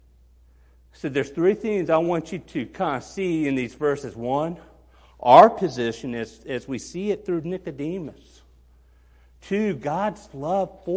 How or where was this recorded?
large echoing room